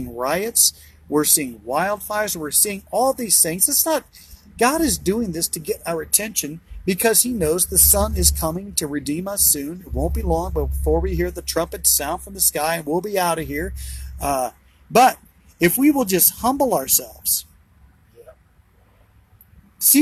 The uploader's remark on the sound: BROWN BAG IN THE VAN!